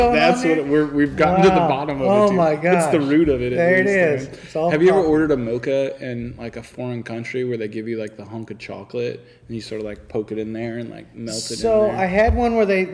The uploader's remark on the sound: Thanks to AVRC for letting us record in the backroom at the shop!